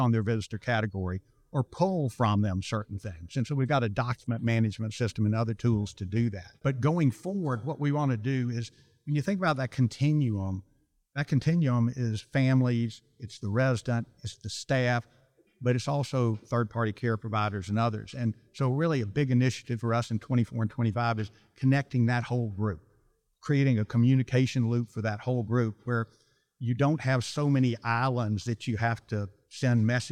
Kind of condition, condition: setting, busy venue